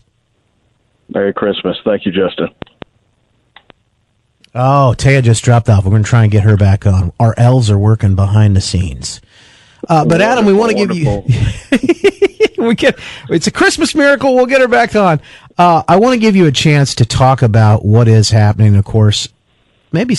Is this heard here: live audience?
no